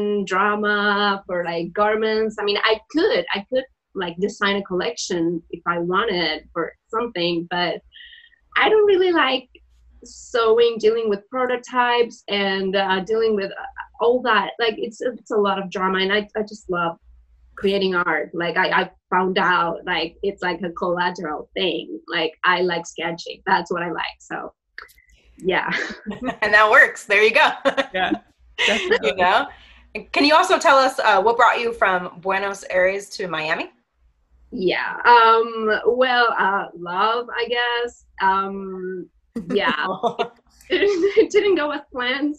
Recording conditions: video call